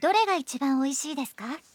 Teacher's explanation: Adding ですか at the end of the sentence and raising the intonation turns it into a question